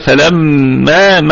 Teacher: فلما الكلمة كلها مرققة، الميم مشددة فهي حرف غنة في أعلى درجات الغنة، تمام. وكمان نراعي الألف يكون مرقق عكس الغنة فعلا إن شاء الله.